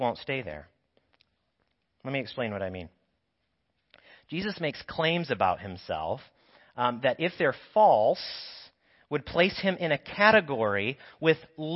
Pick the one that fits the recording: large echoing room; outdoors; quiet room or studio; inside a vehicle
large echoing room